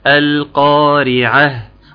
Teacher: القارعة، خد بالك اظهر اللام كويس، القاف حرف مفخم القارعة، الراء طبعا هتكون مرققة لانها مكسورة، ثم العين المرققة القارعة، ووصلا القارعة.